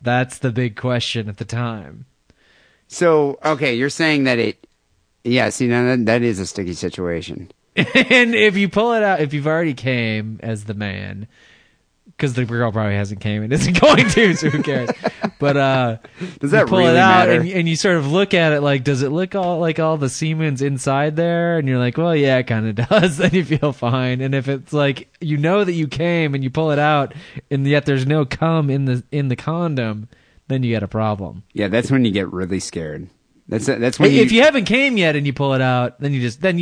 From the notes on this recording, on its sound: Phone calls and listener email.